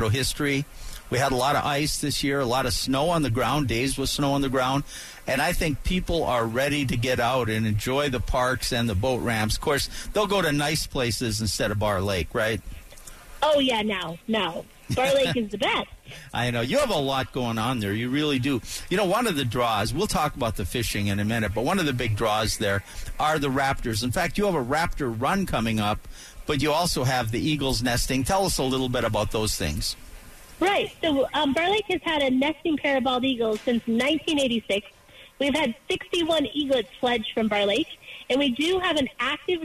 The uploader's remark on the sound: live from the AMP Expo